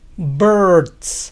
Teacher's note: Para pronunciar birds, imaginen que no pronuncian ninguna vocal entre B y R.